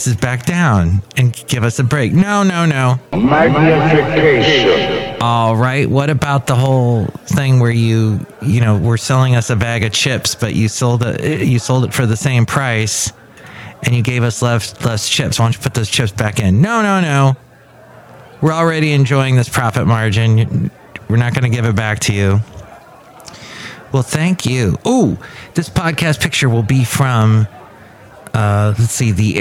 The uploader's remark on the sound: podcasts live from Café Anyway